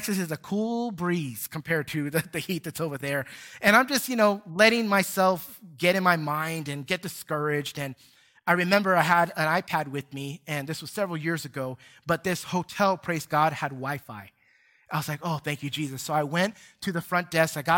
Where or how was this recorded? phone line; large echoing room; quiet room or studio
large echoing room